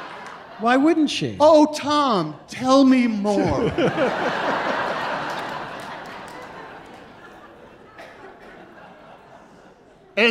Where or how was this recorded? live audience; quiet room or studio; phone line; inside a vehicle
live audience